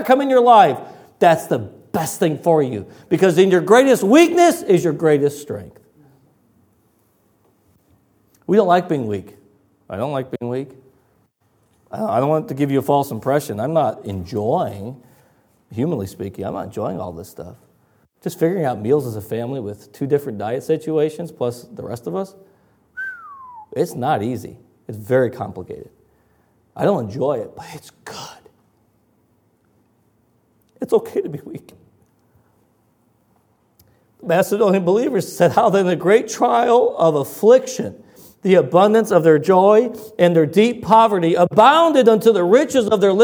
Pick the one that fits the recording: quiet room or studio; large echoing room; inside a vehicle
large echoing room